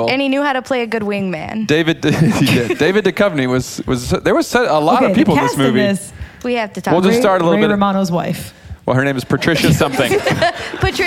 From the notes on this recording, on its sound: Close out season 1 in front a live audience.